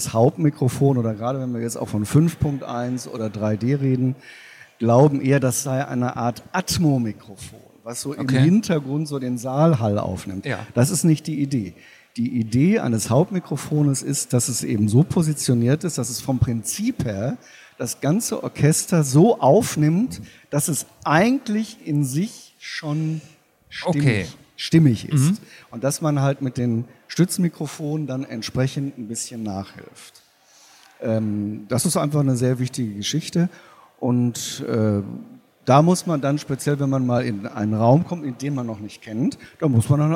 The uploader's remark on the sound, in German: spricht mit uns auf der LEaT con in Hamburg